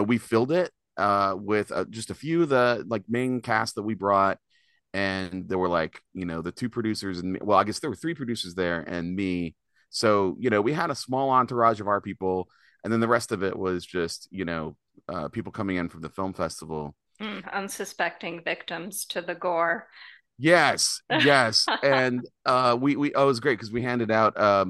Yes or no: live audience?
no